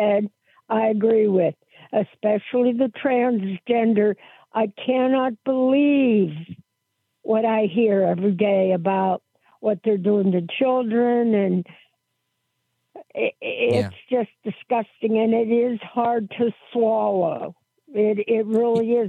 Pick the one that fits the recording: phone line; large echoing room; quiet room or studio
phone line